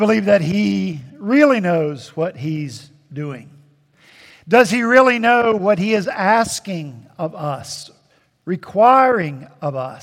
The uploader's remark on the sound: At Redeemer Presbyterian Church in Charleston, SC, our senior pastor was back in the pulpit